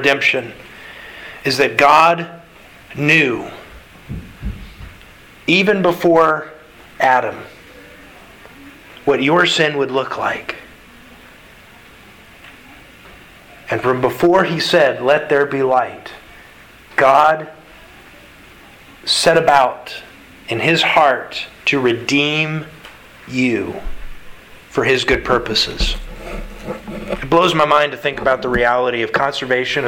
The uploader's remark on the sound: Sermon delivered to the Galena Bible Church, Sunday March 6th, 2022